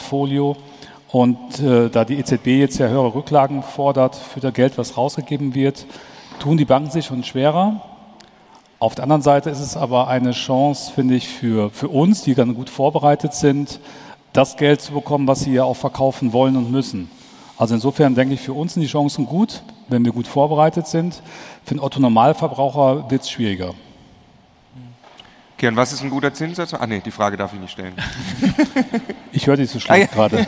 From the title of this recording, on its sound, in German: live vom immocation Festival